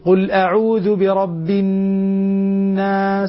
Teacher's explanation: النون المشددة ضروري جدا تغنى · Term: الغنة